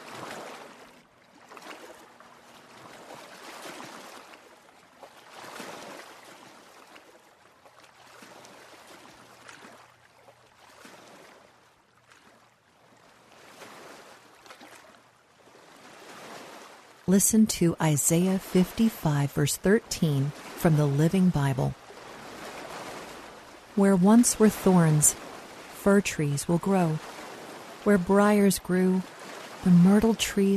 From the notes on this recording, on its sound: Relax to the sounds of lake waves.